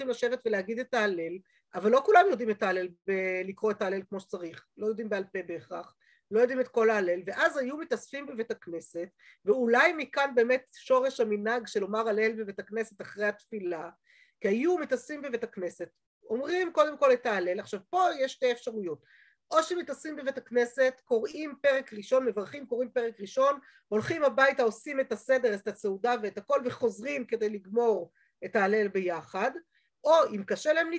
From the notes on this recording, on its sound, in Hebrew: השיעור הועבר והוקלט בזום. בישוב לשם.